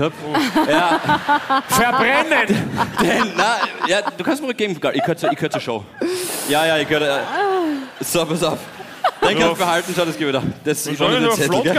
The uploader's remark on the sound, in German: Hawi D'Ehre LIVE - GLOBE WIEN.